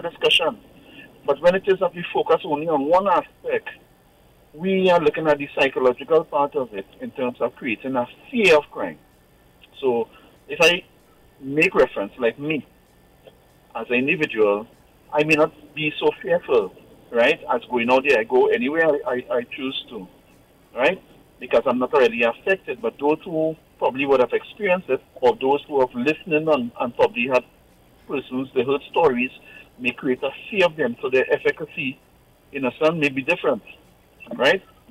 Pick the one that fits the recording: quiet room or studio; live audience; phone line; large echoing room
phone line